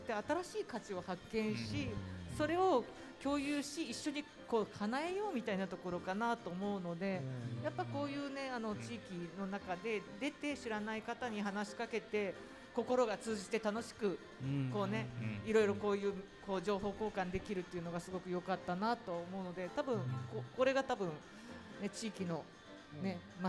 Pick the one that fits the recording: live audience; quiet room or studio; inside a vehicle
live audience